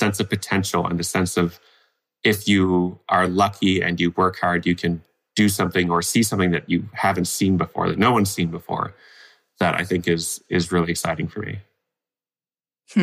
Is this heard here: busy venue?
no